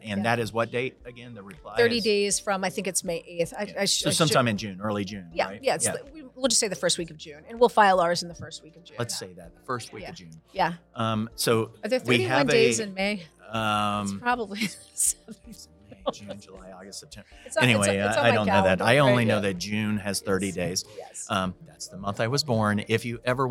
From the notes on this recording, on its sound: SOCAP Spring Symposium Podcast Booth '23.